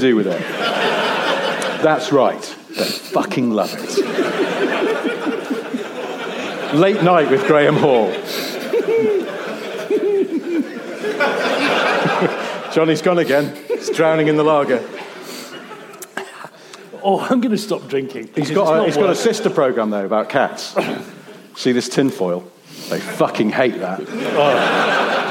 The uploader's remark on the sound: Record in front of an audience in a theatre, basically in Glasgow.